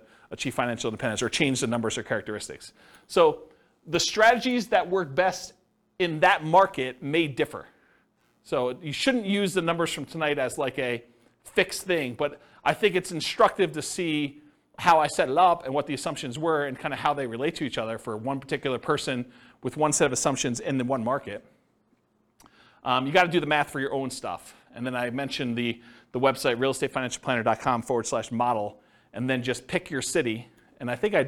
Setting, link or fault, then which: setting, live audience